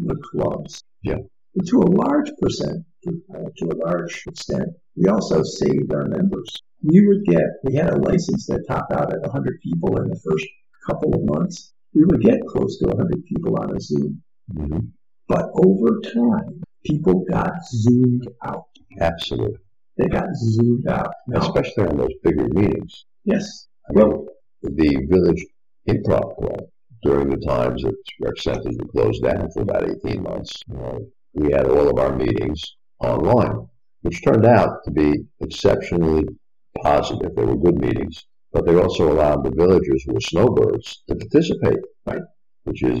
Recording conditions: poor sound quality